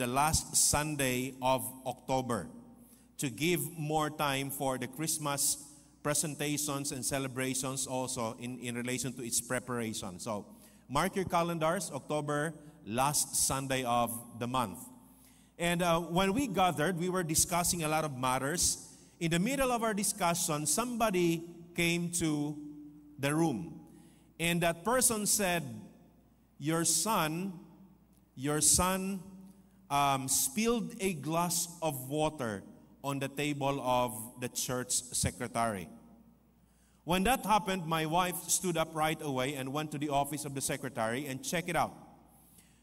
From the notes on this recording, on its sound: This podcast was recorded live last August 13, 2023 at Zamboanga City Alliance Evangelical Church.